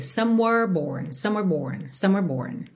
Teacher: Então, do M de some, eu já vou pro W, some were Do R, levemente enrolado, eu já vou pro B.